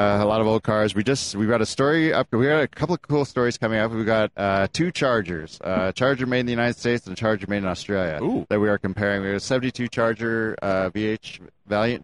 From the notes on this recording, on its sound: SEMA 2018 gave me the opportunity to test out a new panel format. Live on the Magnaflow stage at SEMA 2018.